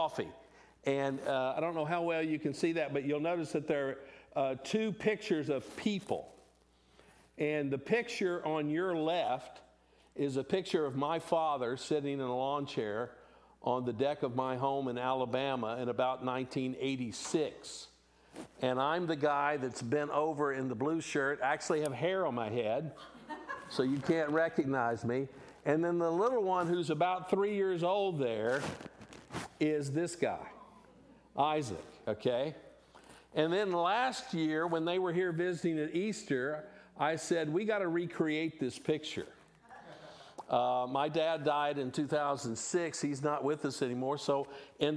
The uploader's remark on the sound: LIVE from Midway Baptist Church